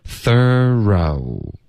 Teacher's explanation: 然后后面的这个音节呢是一个 r 的开头 r,然后进入到一个双元音 o